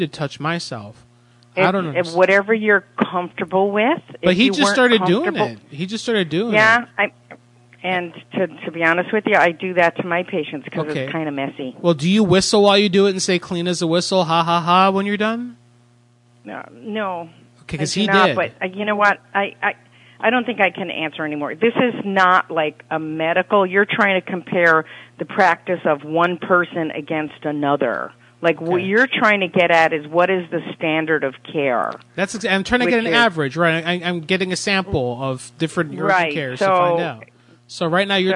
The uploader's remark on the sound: Prank call. A hilarious call from corporate in which he gets a customer to walk off with a clerk’s name tag and phone.